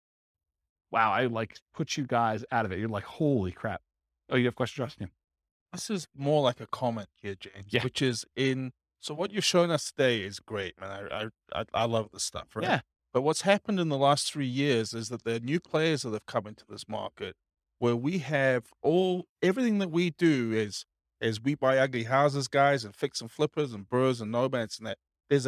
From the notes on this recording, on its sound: Real estate entrepreneurs in Beaverton, Oregon. This was a live class recorded.